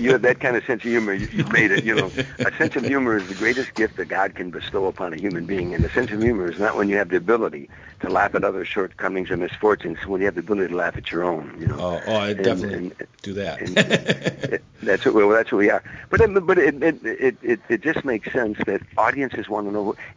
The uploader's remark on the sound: called into the (Let's Be Frank Show)